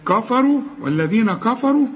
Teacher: الراء هي المفخمه لان كل راء ما دام عليها ضمه تفخم